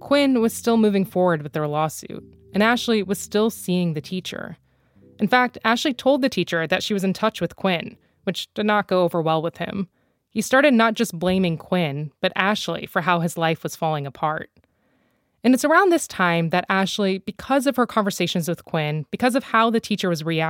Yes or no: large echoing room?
no